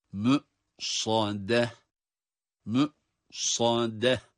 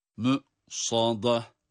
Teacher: sat kalın ondan sonra gelen dal harfi ince olmalı. · Shown in: first take · Mü sade mü sade bunu yanlışlıkla mü sağda şeklinde dalıda kalın okumayalım lütfen.